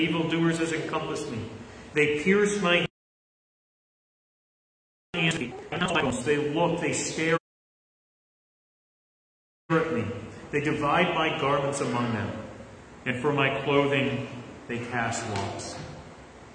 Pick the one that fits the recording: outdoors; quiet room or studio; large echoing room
large echoing room